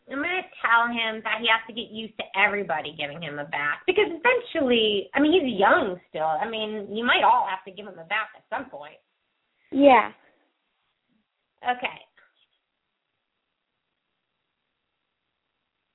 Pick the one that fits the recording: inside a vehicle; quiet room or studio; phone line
phone line